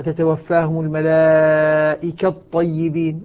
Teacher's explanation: أدغمنا التاء نعم في الطاء